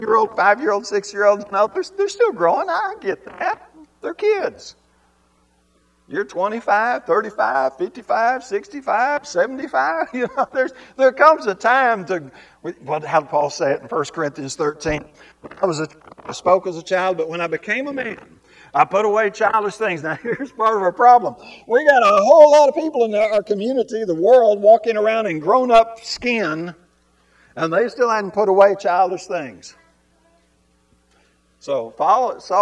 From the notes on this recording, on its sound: This Sunday sermon was recorded live.